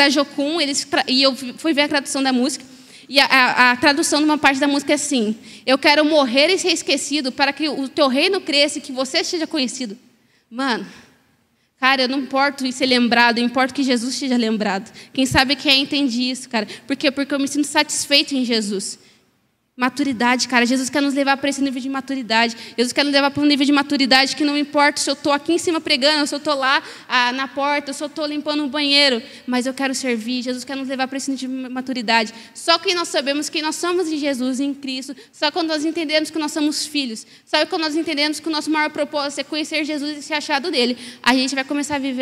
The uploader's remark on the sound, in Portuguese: Mensagem ministrada ao vivo